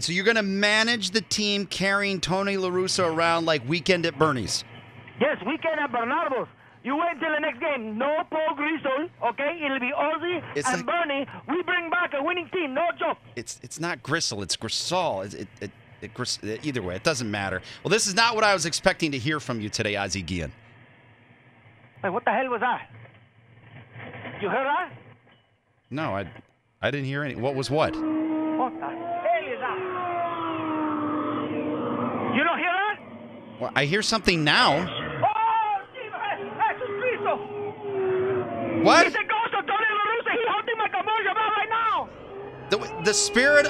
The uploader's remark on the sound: Calls in from his car with a surprising passenger in the back seat.